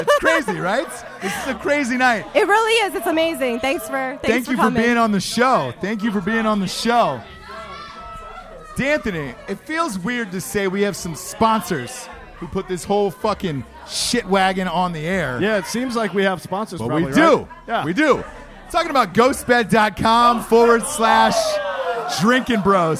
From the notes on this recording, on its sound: Live From Buck's Wild Strip Club In Houston! Throw an impromptu rager at a strip club in Houston, Texas the night before the Drinkin' Bros cruise with 40 drunk soon to be passengers...